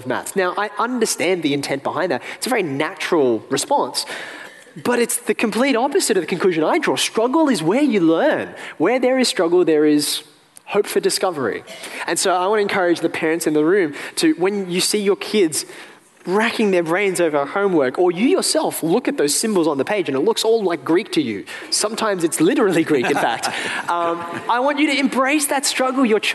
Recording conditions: live audience